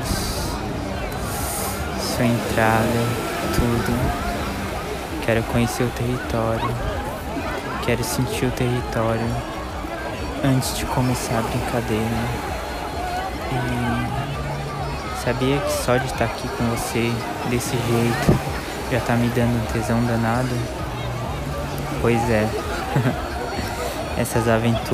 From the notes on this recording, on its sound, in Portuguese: No alto de uma pedra, daquelas que o pessoal vai para tirarem fotos. E foi gravado justamente em uma pedra dessas!